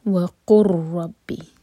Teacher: جب لام کے بعد را آتا ہے تو یہ ادغام ایسا ہوتا ہے کہ لام نہیں پڑھا جائے گا، لام اور را کا ادغام.